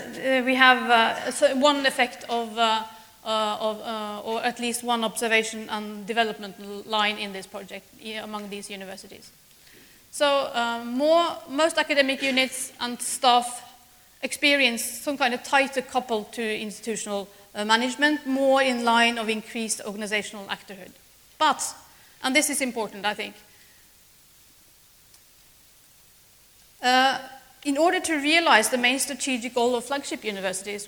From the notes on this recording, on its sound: speaks at SRHE Annual Research Conference 2016